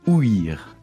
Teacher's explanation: Et alors, il se prononce bien « ouïr ». On doit bien marquer l'accent sur le « i ».